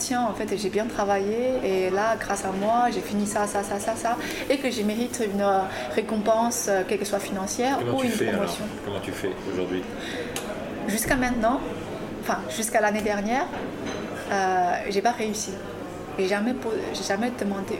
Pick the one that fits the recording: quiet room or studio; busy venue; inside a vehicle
busy venue